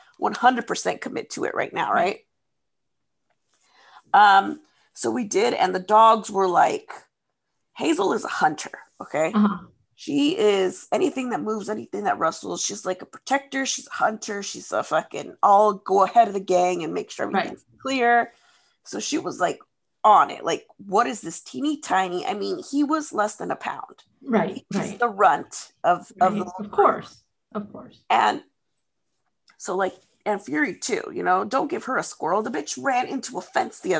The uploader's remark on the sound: This episode is unedited and recorded from Zoom